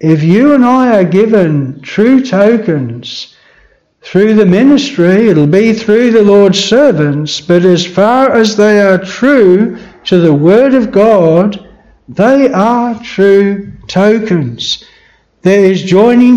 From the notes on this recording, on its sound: This sermon was preached at Bethel Chapel Luton.